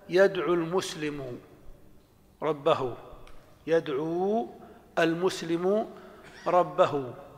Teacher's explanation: وقد نحذف حرف المد لالتقاء الساكنين في النطق لكن يبقى في الكتابة